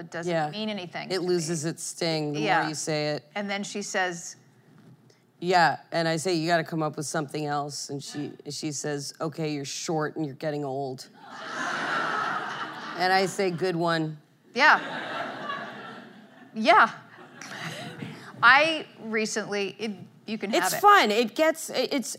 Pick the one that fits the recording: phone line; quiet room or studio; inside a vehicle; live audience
live audience